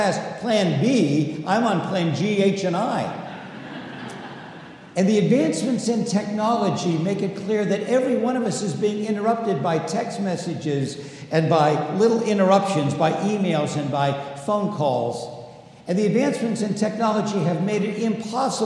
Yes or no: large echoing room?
yes